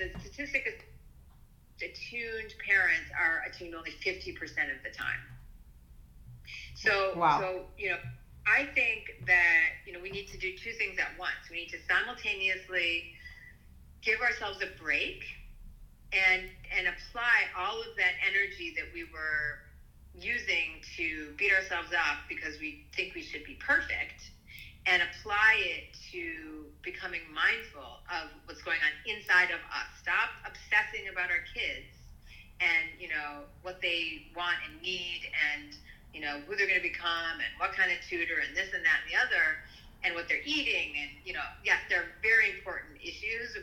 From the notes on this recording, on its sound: Audio quality is poor